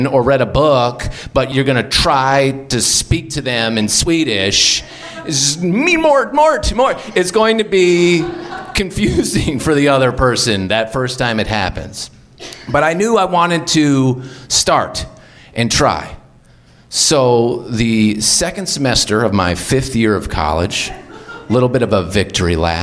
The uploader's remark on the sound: Live From LA Storytelling Fest.